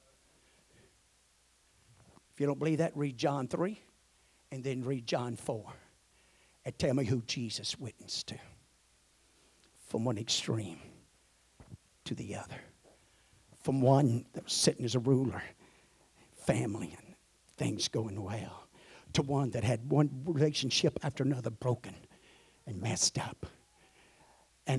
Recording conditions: large echoing room